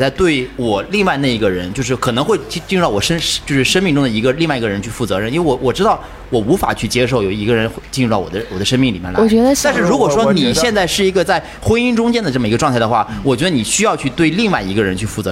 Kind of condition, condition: setting, busy venue